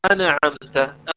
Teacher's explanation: ما نقلقل النون فنقول أنعمت